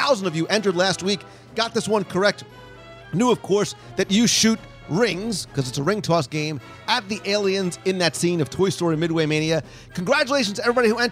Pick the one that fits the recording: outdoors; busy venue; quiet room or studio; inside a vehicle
busy venue